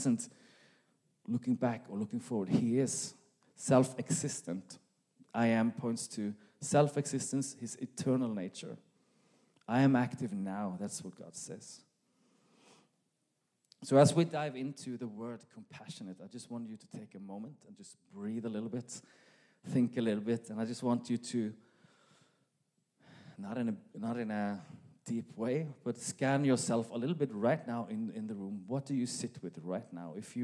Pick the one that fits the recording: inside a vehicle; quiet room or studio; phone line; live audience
live audience